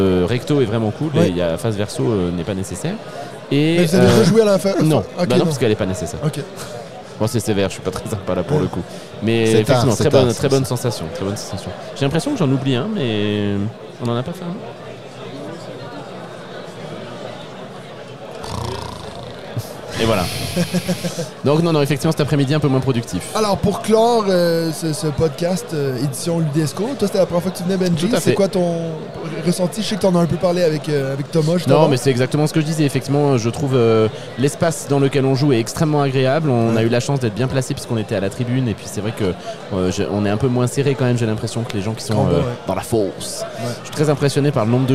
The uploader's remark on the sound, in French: Enregistre en direct depuis le festival Ludesco.